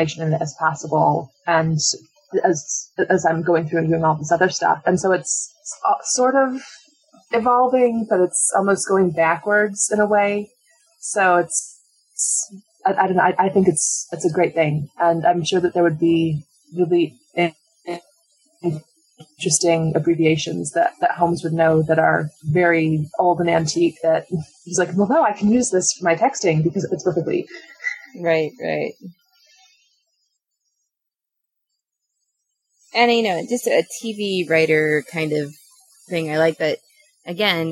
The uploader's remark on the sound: Apologies for the sound quality, we recorded during Hurricane Sandy and had some issues!